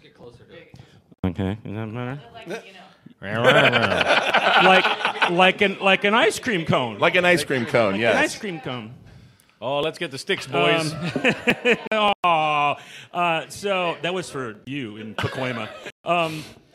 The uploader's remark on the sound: Live from OrcCon 2024 at the Hilton LAX in Los Angeles! A great panel show with members of our audience. Since it is a live event, the audio quality is not the same as our normal episodes recorded in our studio.